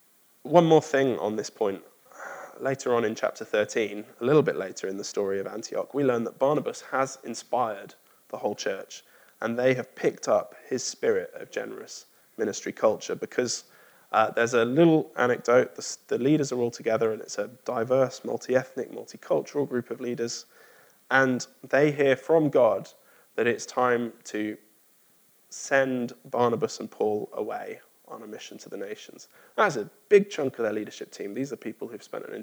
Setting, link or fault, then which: setting, large echoing room